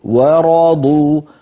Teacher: مثلا في عندنا موضوع تخليص المرقق من المفخم في قوله تعالى وراضوا في الآية الرقم 7، الآية الأولى التي قرأناها الآن، وراضوا هنا الراء والضاد كلاهما مفخم لكن قبلهم في واو مرققة، وراضوا ولا نقول ورضوا لا نفخم الواو بسبب مجاورتها للراء وللضاد، الواو دائما العرب ترققها، لا تقول العرب أبدا و بل تقول و ورضوا.